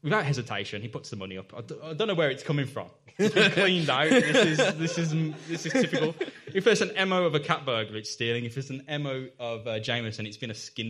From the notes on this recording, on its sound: LIVE IN BIRMINGHAM. Live at the Birmingham Podcast Festival over the past weekend. Mockingbird Cinema. We got to perform our 'act' live to an audience.